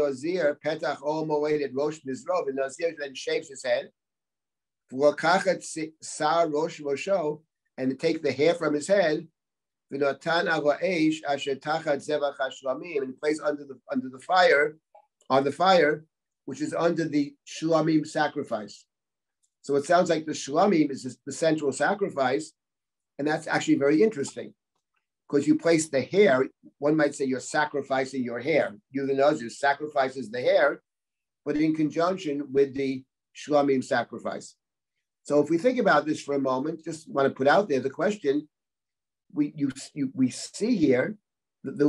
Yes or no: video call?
yes